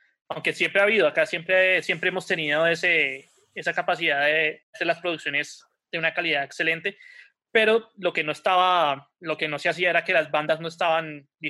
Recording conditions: video call